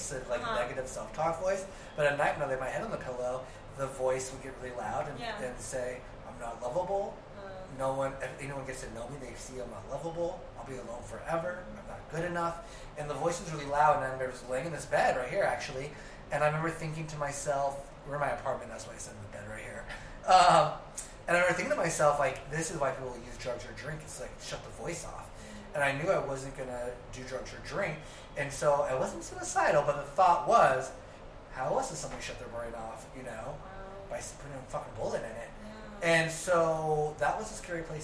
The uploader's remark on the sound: Yes we know the sound sucks. We messed up.